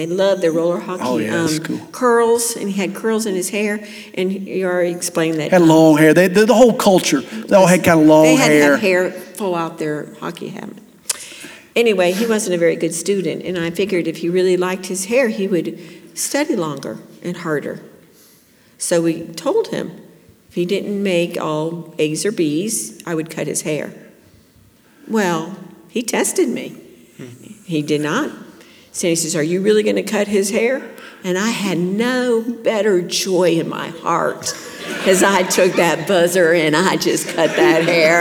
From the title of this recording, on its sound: Class: Parenting Seminar '24 | Q&A